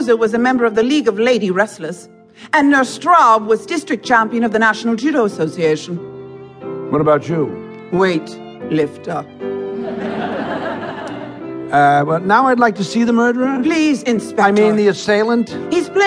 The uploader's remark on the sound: Performed in front of a live audience